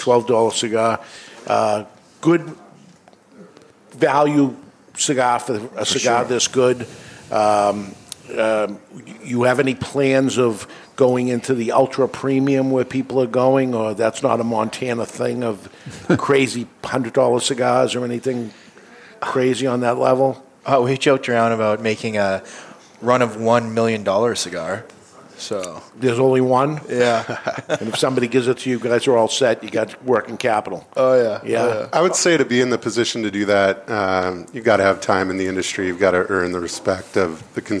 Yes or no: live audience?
yes